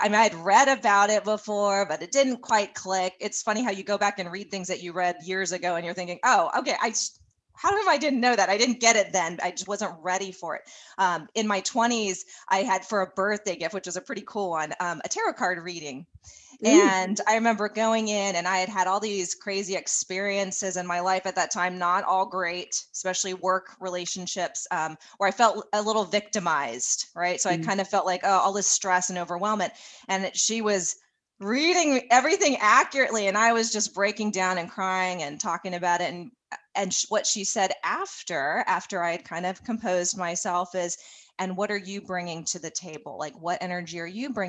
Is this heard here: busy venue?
no